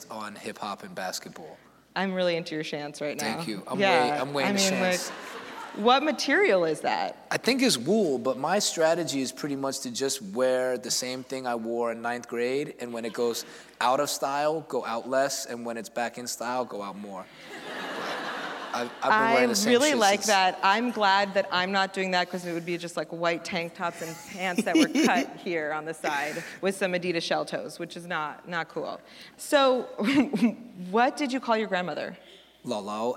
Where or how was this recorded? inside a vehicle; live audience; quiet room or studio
live audience